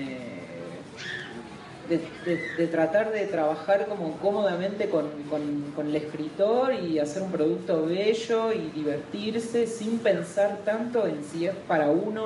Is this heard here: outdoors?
yes